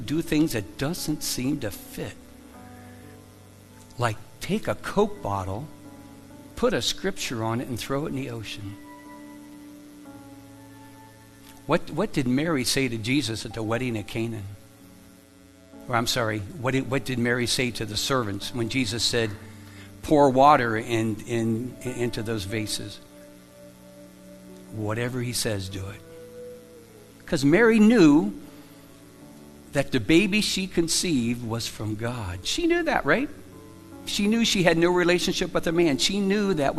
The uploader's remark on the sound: Live from The Summit Church in Dover, OH